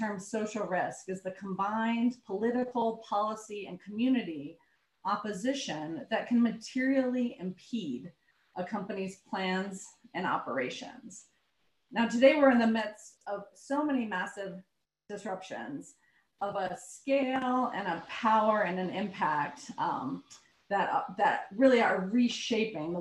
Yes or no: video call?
yes